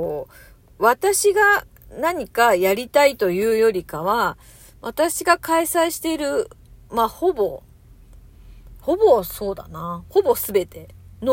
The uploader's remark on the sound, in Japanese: 車の中からトーク